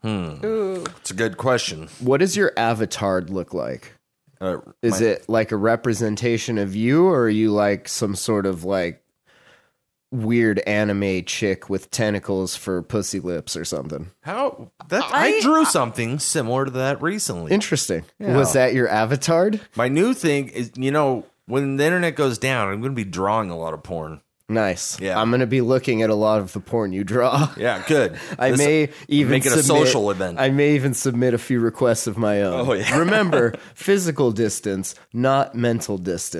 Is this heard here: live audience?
no